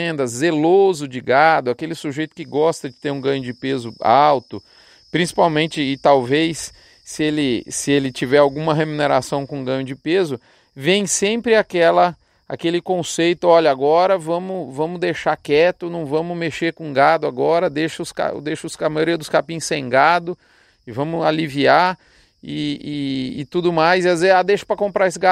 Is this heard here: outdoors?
yes